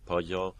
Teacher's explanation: palatal sounds almost always have this sort of palatalization kind of quality, which makes it sound like there's like a little ghost yod creeping in there